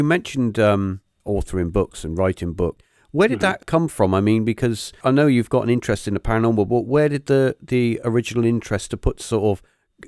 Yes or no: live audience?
no